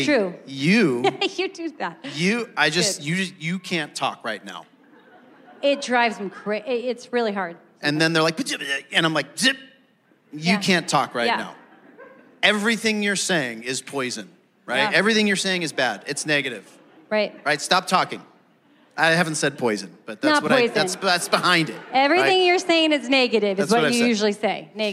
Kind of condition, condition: setting, live audience